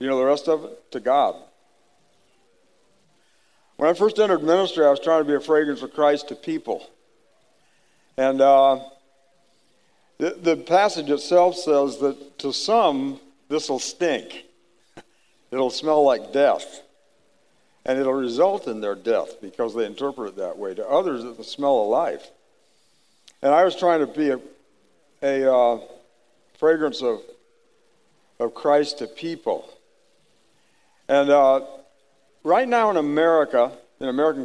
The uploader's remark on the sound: The audio in this episode was recorded on March 12, 2019 at the Acts 29 Heartland Spring Regional